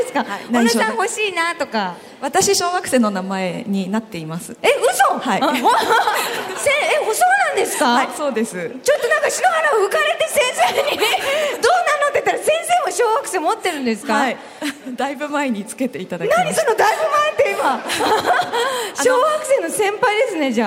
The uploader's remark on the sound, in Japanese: 今回はさがみ湖リゾート プレジャーフォレストで行われた公開録音の模様をお届けします。